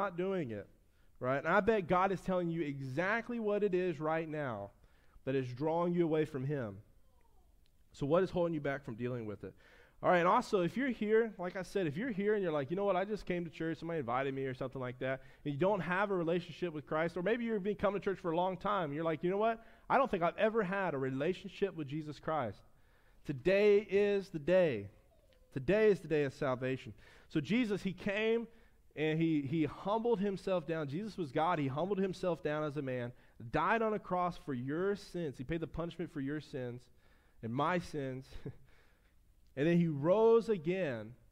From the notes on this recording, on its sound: preached at his church (First Baptist Church of Floral City, Fl)